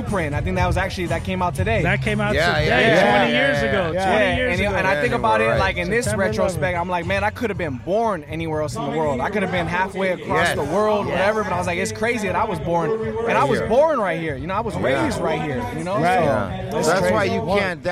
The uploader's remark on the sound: the Santa Monica Car Show recorded live